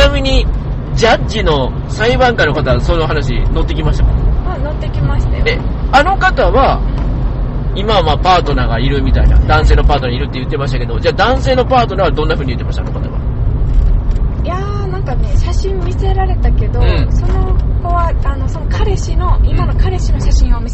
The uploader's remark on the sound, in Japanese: 車の中で収録していますので、少々お聞き苦しいところがあります。